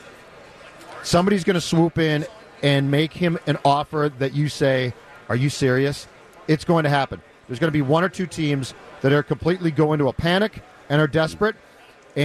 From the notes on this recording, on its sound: live from Radio Row all week